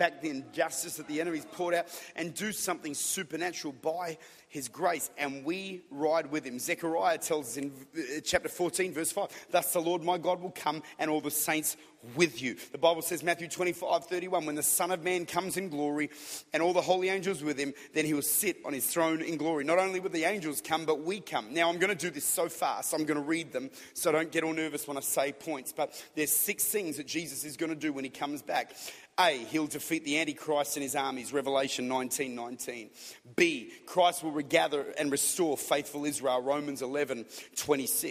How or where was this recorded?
large echoing room